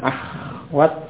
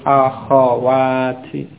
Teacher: kho pada akhawat itu di fathah. Bukan sukun, bukan ahwat, tapi akhawati. · Shown in: second take